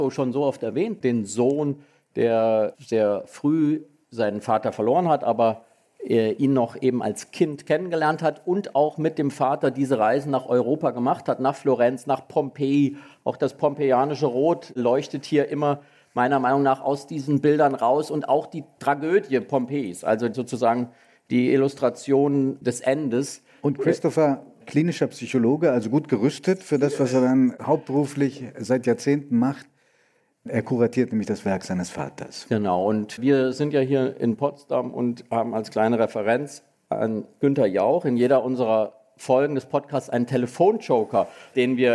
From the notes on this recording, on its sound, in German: Die Folge ist im Museum Barberini in Potsdam entstanden, wo gerade in der Ausstellung "Die Form der Freiheit" vier großformatige Gemälde von Rothko zu bestaunen sind , ist diese Folge von "Augen zu" entstanden – erstmals vor einem Live-Publikum.